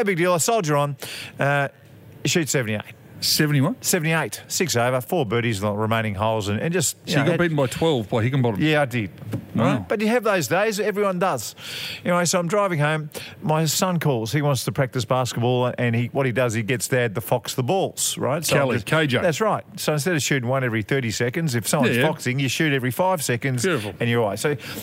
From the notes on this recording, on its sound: We're at the pub this week. Live from a sportsbar.